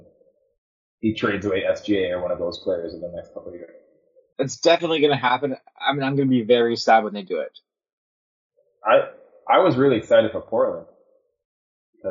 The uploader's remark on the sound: We apologize for any audio issues. We are trying out new software.